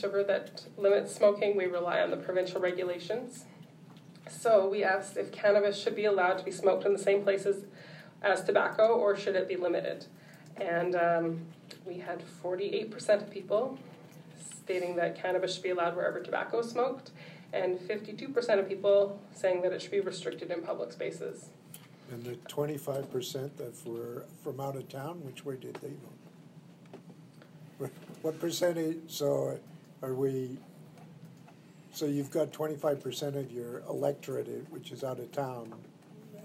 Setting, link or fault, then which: setting, large echoing room